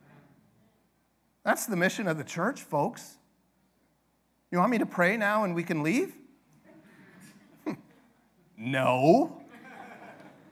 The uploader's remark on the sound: This sermon is from our 100th Annual Global Mission Conference